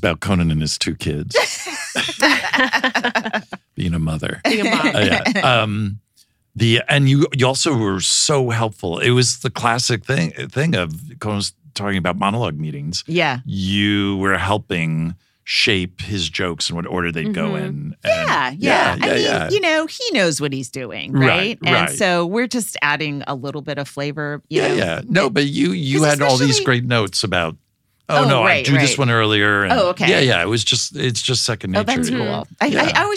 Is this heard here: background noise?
no